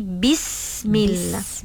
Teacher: Sebab sifat huruf Sin ni kita kena tahu, Sin dia ada sofir. Sofir tu dia bunyi seperti desiran binatang.